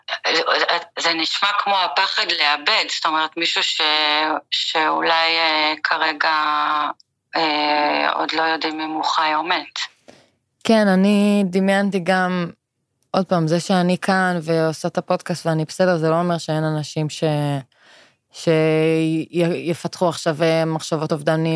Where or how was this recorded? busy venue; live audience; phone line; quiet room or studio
phone line